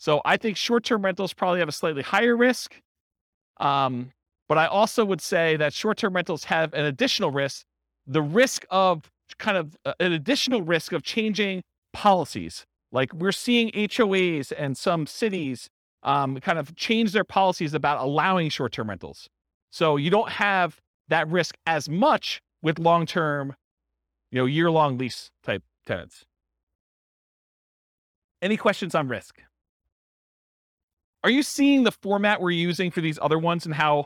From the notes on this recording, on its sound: This was a live class recorded